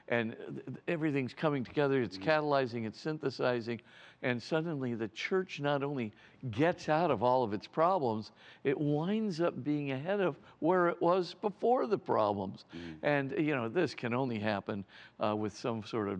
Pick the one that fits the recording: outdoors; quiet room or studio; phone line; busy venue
busy venue